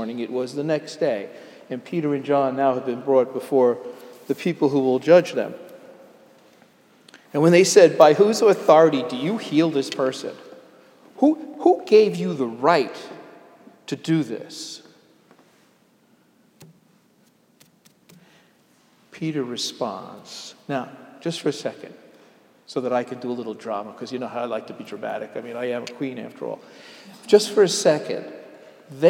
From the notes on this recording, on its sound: Sermon delivered at Jan Hus Presbyterian Church and Neighborhood House NYC